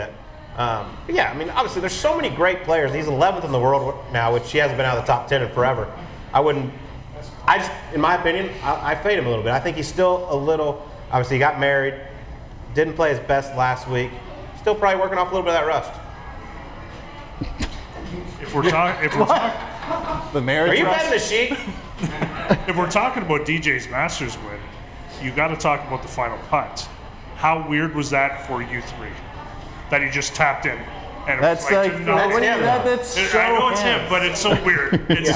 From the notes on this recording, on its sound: The episode then concludes with some questions and answers with the live SubPar crowd here in Tulsa.